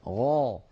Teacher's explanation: الغين تتصف بأنها مجهورة، يعني لا يجري معها النفس، لذلك ليست من حروف سكت فحثه شخص.